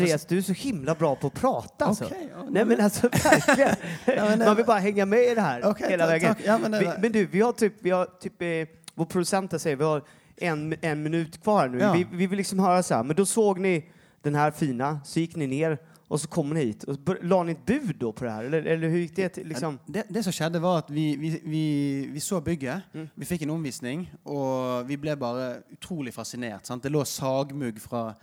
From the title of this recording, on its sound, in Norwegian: Live fra Trevarefest